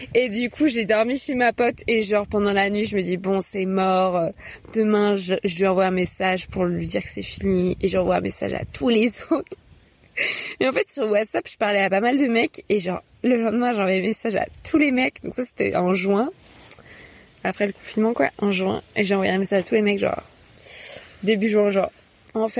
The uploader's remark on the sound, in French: enregistré en août 2020, sur mon chemin en Normandie